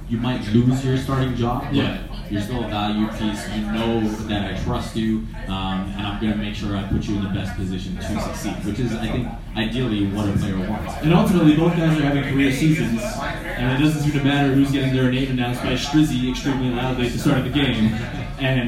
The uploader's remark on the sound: For a live podcast recorded at Odds Bar in Hamilton, ON. Apologies for the very "recorded in a bar" audio quality.